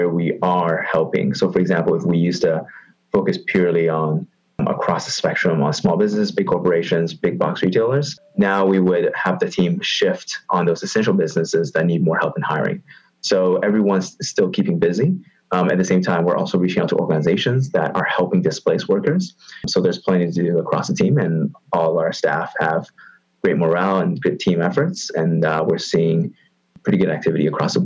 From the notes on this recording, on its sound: via Zoom for social distancing